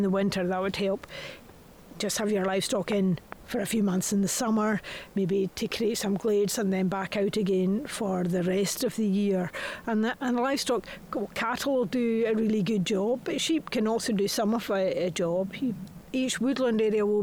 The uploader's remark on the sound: Recorded on site at Tanish National Nature Reserve